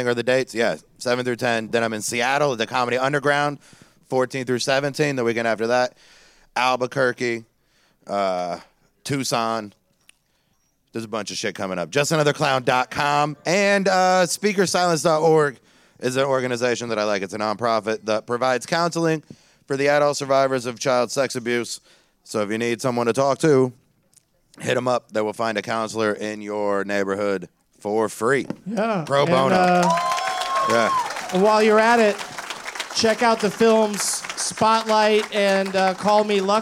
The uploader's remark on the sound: Live from the Punchline in Sacramento.